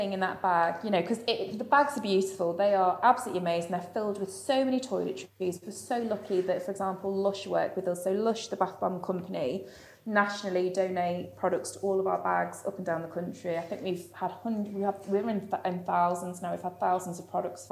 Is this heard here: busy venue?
yes